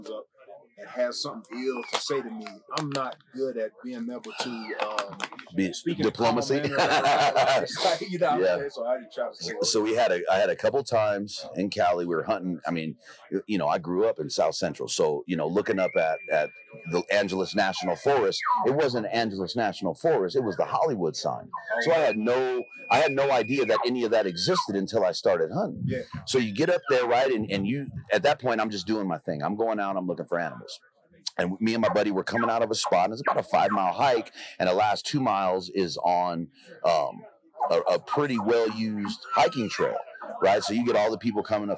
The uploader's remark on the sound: Live From Western Hunt Fest